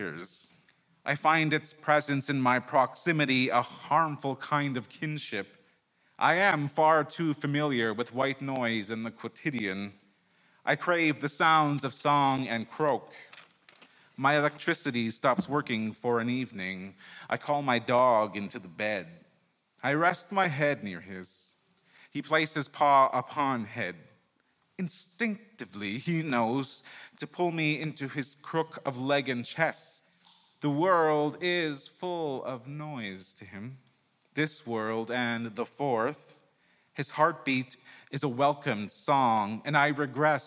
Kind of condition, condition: setting, live audience